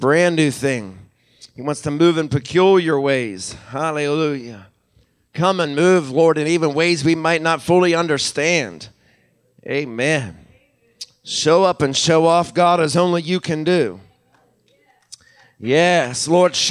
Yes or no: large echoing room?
yes